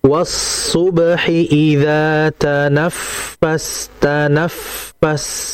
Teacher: Nah, perhatikan tanaf, fa-nya ada tasydid, maka ketika ada huruf yang bertasydid sifatnya akan nampak. Maka di antara sifat fa itu hamas yang mengalir